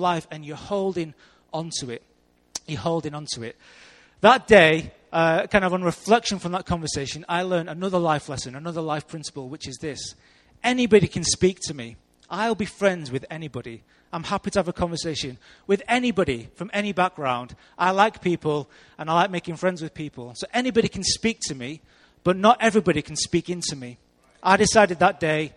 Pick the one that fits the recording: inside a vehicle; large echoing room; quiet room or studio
large echoing room